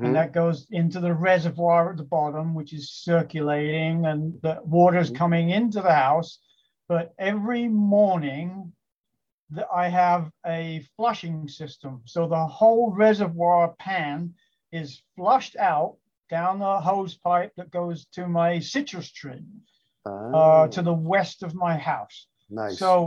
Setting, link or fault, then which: link, video call